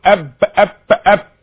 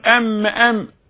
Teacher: آمنا بالله، أقول بالله، عندما أقول باسم في الأول قلت باسم الله وباسمي، يعني هناك فرق، بي بي بي بي بي بي بي بي الباء، الباء الشفتين أهو، وأم أم أيضا الشفتين، بس نطق الباء في نفس المكان غير نطق الميم. أقول أب أب أب من الداخل، أما أقول أم أم نطق الشفتين من الخارج في الميم